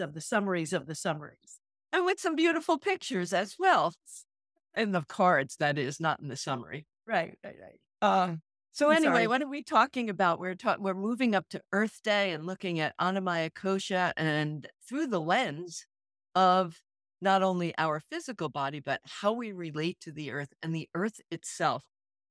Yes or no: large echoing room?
no